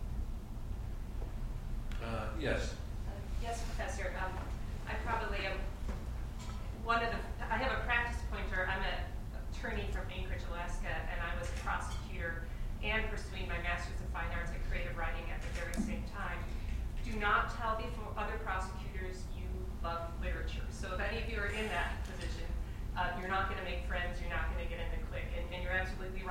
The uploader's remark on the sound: Crime in Law and Literature Conference Plenary Talk and Panel. At the University of Chicago Law School.